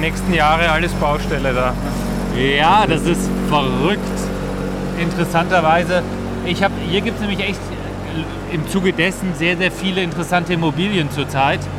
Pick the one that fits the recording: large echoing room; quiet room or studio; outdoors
outdoors